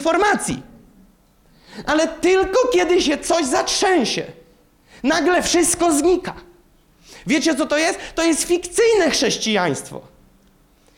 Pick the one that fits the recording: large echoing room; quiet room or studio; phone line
large echoing room